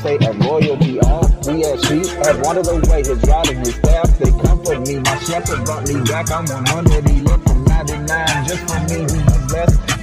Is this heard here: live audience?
no